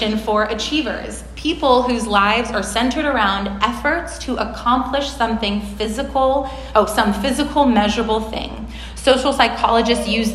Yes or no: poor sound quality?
no